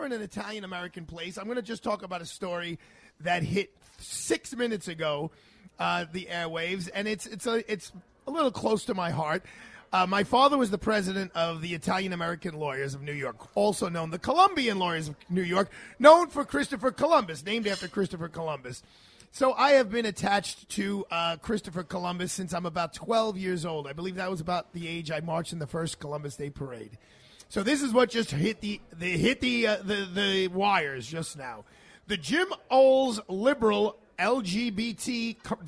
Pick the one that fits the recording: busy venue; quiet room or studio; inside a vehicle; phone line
busy venue